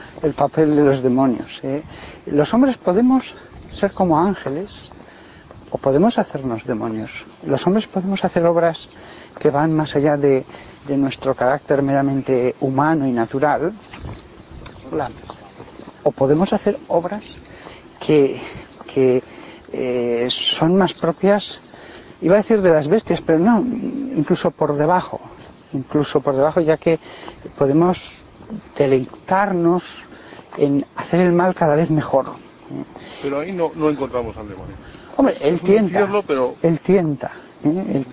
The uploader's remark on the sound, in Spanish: Entrevista durante un paseo por el campo por parte de un periodista de El Periodico.